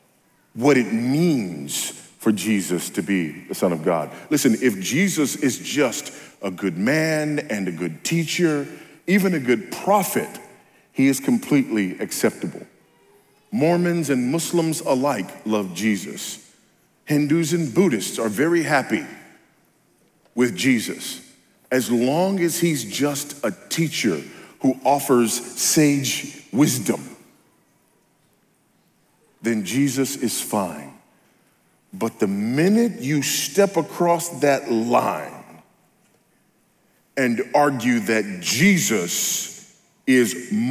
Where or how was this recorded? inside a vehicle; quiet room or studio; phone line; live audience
live audience